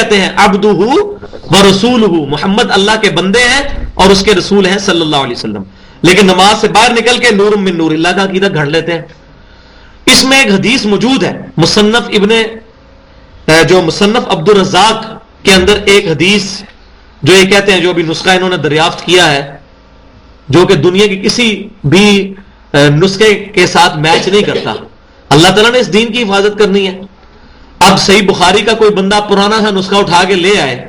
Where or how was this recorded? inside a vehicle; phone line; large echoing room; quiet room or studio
large echoing room